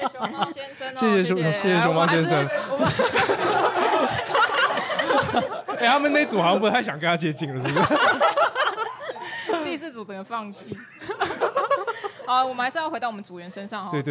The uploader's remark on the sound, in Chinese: 跟你鬥陣Live Podcast。現場揪出觀眾席最強渣男！？在台南咖哩鬥陣舉行！沒想到現場參與的人居然有20多名！！現場抽題、現場發想，一組20-30分鐘上台直接錄音！